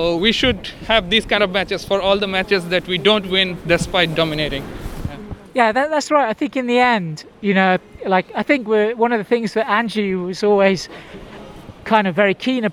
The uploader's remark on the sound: Victory over Vissel Kobe while walking out of the stadium.